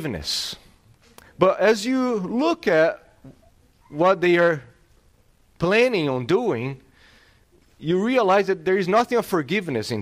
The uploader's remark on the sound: This sermon was delivered on October 16th, 2022. At Salem Reformed Baptist.